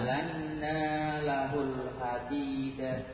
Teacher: Jadi gunahnya lama. Kemudian fathahnya juga panjang.